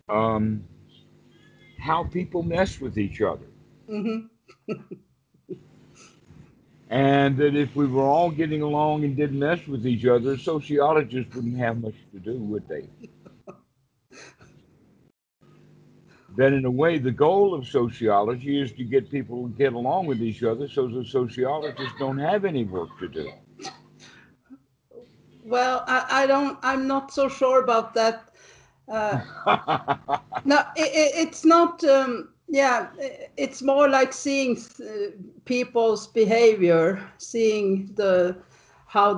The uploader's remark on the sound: skype calls on this channel